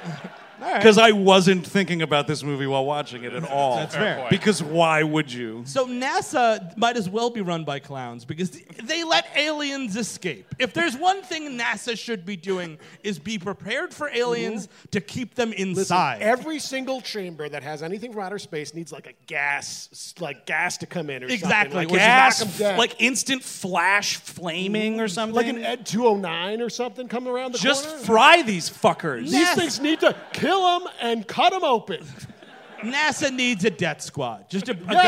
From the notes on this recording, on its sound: Recorded live at the Bell House in Brooklyn, NY — 8/05/17